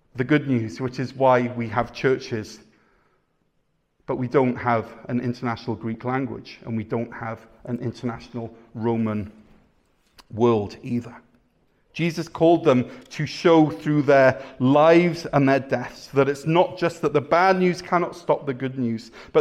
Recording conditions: large echoing room